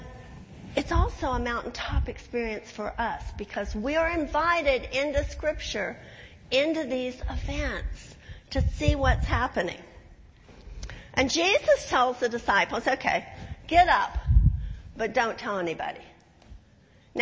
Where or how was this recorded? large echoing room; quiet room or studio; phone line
large echoing room